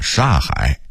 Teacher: 北京人在说什刹海的时候，因为语速快，会把什刹变成一个音煞 · Term: 吞字